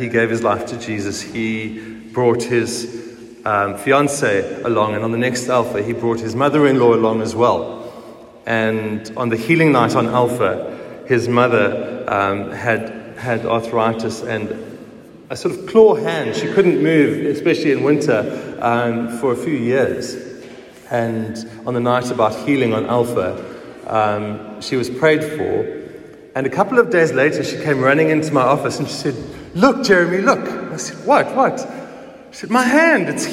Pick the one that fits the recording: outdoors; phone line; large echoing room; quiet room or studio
large echoing room